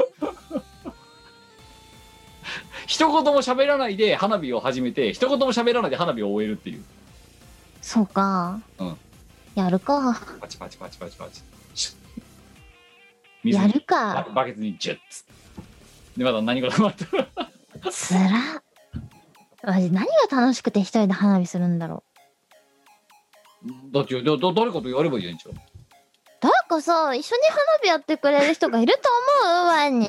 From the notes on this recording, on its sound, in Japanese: 本番組はリモート収録です。収録時環境の影響により、聴き取り辛い部分があります。